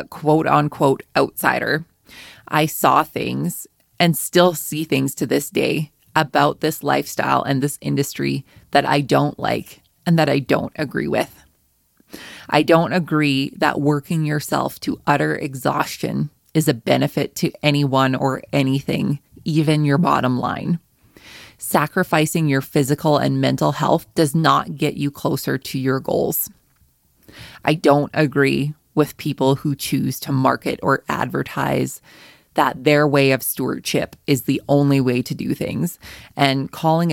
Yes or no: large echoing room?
no